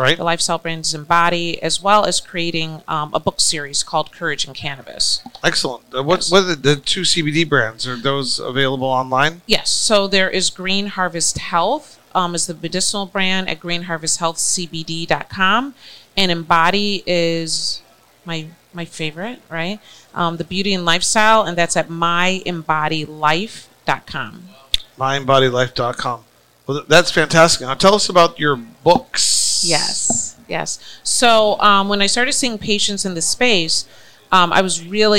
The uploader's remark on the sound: Recorded at MJUnpacked NYC